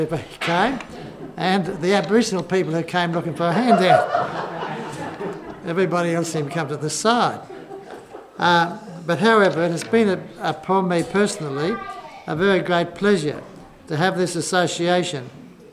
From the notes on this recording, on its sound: Just before I say grace. Because there's quite a number of speeches later this afternoon. (SOUNDS OF MERRY CONVERSATION, CLINKING OF CUTLERY).